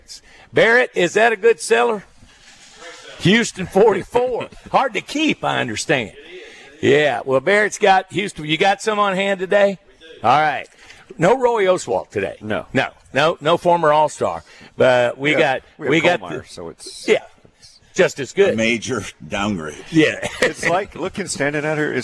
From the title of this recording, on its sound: LIVE FROM TUPELO WINE AND SPIRITS